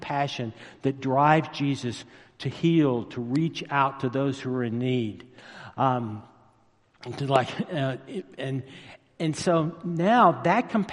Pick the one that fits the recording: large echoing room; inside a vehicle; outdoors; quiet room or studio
large echoing room